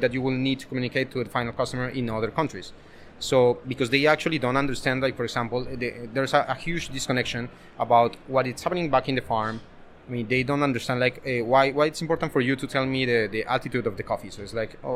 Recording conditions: busy venue